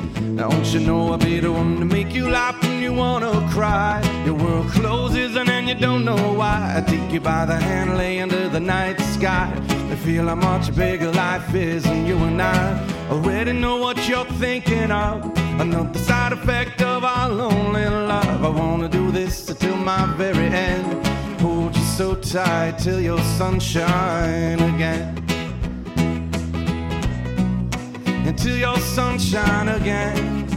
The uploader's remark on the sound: live from Mason's brewery in Brewer, ME